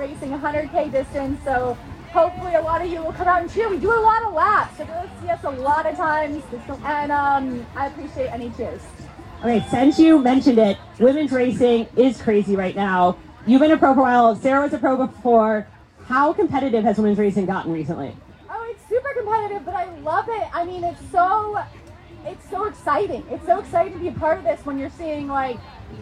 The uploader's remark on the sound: LIVE from USAT Age Group Nationals and the PTO U.S. Open. From the Expo at USAT Nationals.